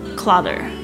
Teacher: 发出这个 T 跟 D 之间的浊音，特别是美式英语的一个特色 · IPA: 'klʌtɚ